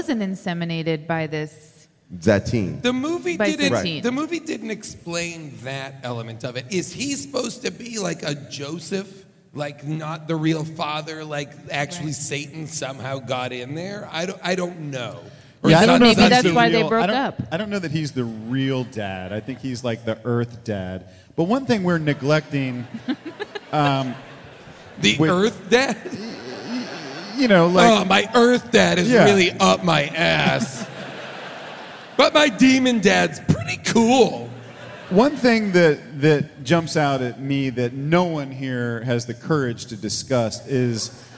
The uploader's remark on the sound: Recorded live from Seattle